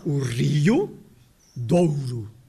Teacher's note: rio, com duas sílabas, e depois com o ditongo